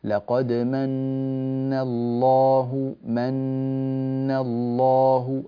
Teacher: اللام لم تأخذ زمنها الكافي فيها كتمة شوية